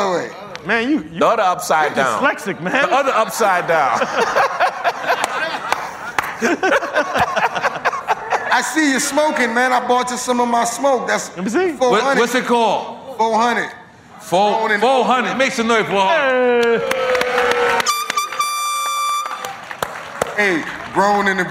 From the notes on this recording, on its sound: Live from REVOLT World